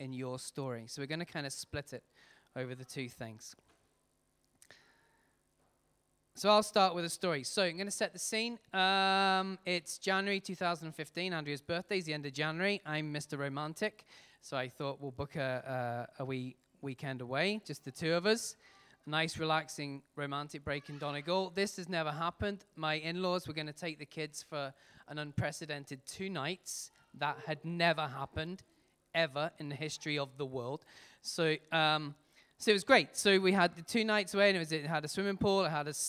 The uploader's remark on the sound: Recorded at our Sunday Celebration on 29th July 2018.